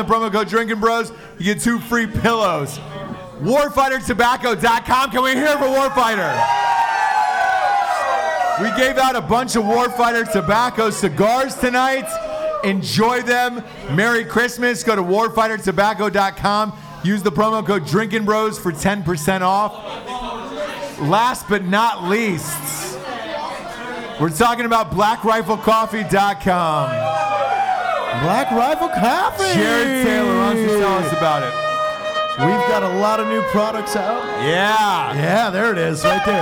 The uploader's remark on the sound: A live Christmas show in Wilmington, NC. Guests are invited on stage and someone's mom even calls in.